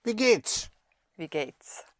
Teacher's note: In the spoken language, the geht es can be contracted to wie geht's. Instead of geht es, geht's.